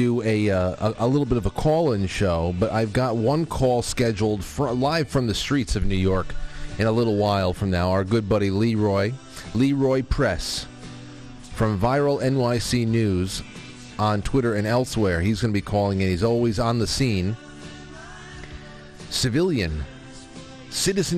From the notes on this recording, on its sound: A live call from citizen journalist. We end the show listening to relevant media clips from the day and laying down commentary.